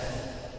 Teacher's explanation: الثنايا العليا مع بطن الشفه السفلى في الفاء